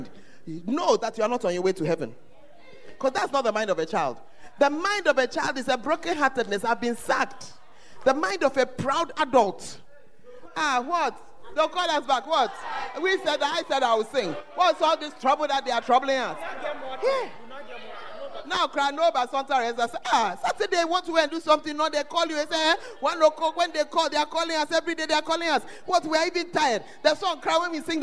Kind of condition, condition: setting, live audience